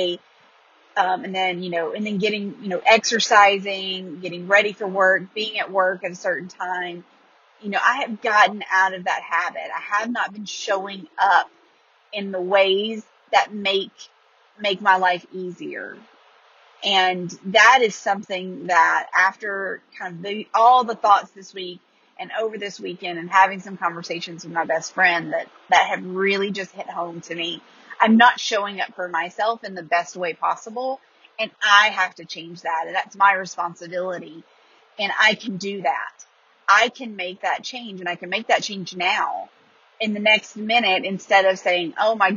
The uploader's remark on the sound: A voice memo that I recorded as I was driving home from Nashville.